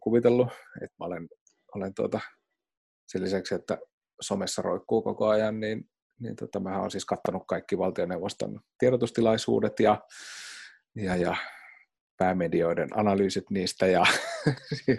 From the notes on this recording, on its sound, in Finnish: Jakso on äänitetty koronaeristäytymisen sääntöjen mukaisesti Zoom-videopuhelulla Raahesta Helsinkiin.